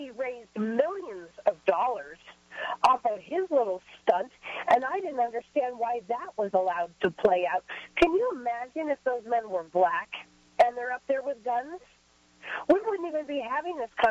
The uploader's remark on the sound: In our open phones hour